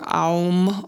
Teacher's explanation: So you start at the back of the throat, the base of the throat, with the ah, and then you go to the om, and you end with the m. So you have the o in the middle, the aum.